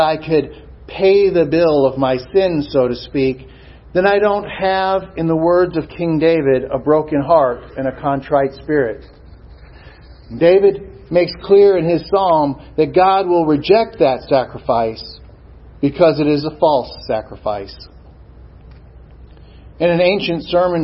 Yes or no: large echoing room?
yes